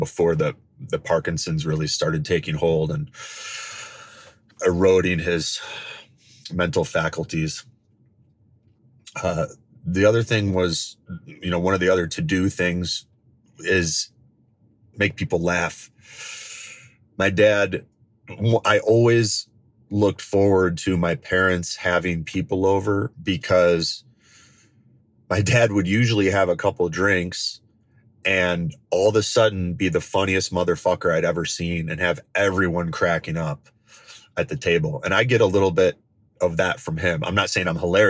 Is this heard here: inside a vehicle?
yes